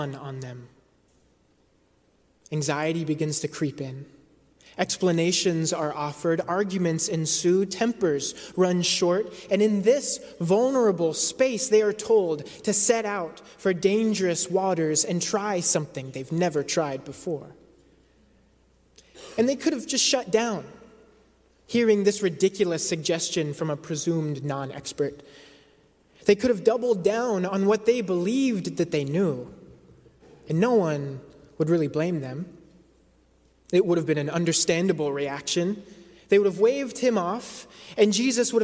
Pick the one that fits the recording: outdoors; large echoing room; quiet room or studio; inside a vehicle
large echoing room